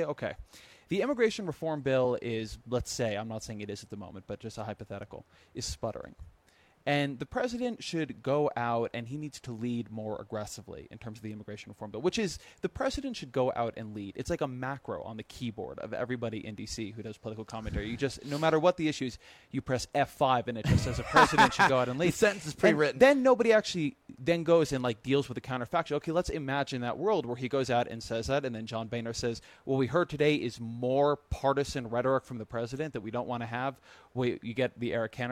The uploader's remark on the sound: On location at the 2013 Aspen Ideas Festival